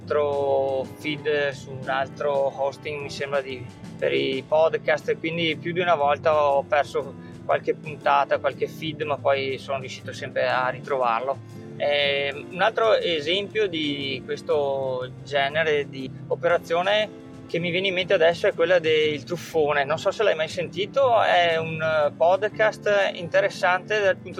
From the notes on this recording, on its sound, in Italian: registrazione del podcast muovendomi in auto